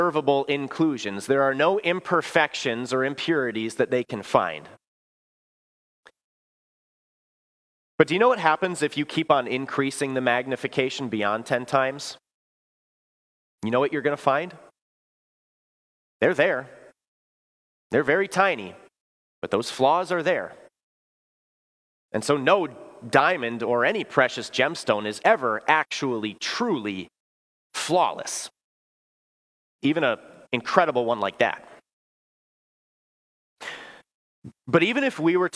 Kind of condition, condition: setting, large echoing room